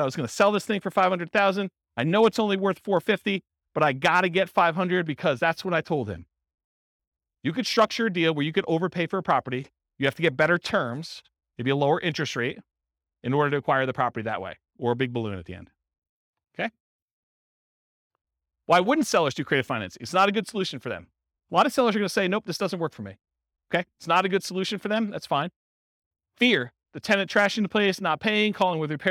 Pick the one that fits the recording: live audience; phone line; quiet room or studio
live audience